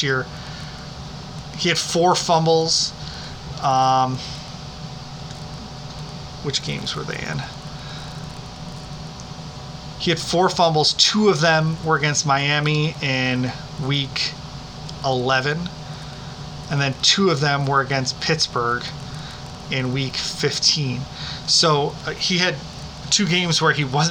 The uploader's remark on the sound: We did have some background noise in this episode. Live recordings always present some challenges.